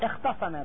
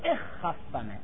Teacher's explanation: يجوز إبدال تاء الافتعال صادا مع الإدغام